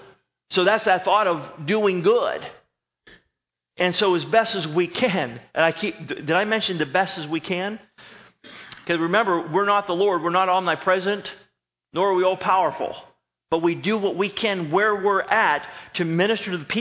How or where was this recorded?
large echoing room